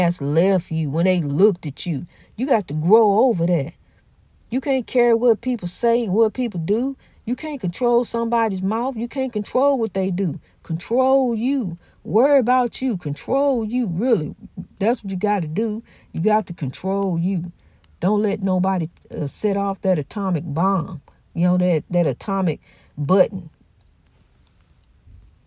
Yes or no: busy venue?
no